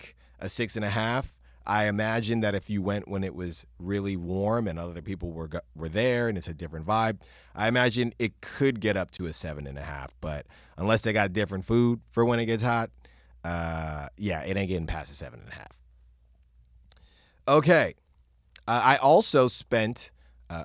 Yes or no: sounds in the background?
no